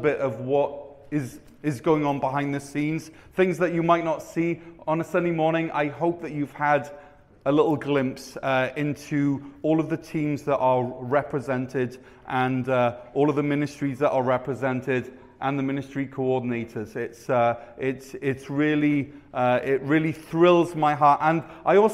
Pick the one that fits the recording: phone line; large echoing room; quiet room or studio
large echoing room